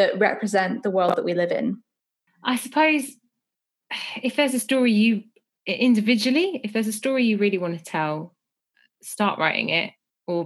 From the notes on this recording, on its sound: This episode was recorded over Zoom